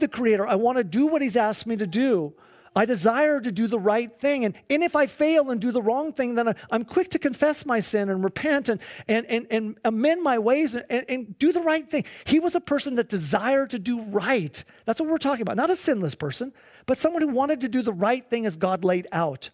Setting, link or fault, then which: setting, large echoing room